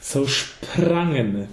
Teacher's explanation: We actually get a sh with a p at the beginning of a word